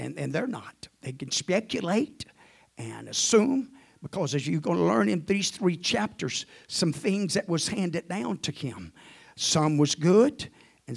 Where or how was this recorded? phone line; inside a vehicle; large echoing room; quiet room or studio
large echoing room